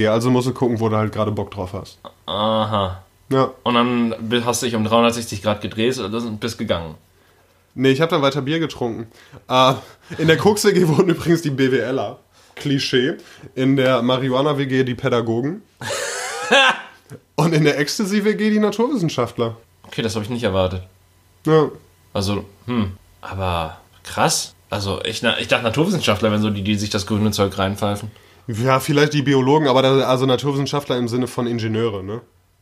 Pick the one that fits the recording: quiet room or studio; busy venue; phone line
quiet room or studio